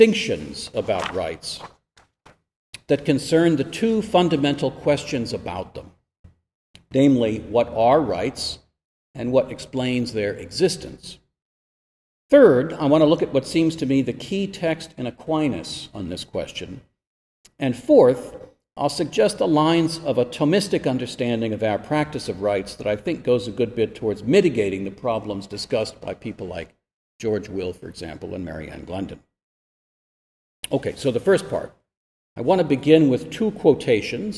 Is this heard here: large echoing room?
yes